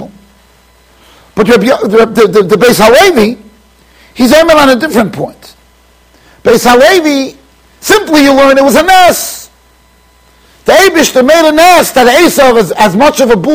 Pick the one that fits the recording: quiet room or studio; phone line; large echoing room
large echoing room